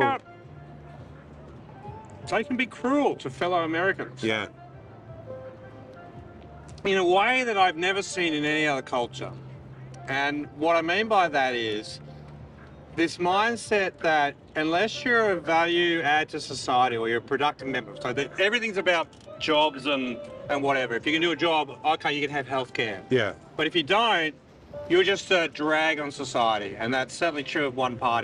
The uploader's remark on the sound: outside the world's biggest department store, Maceys on Herald Square in Manhattan, New York City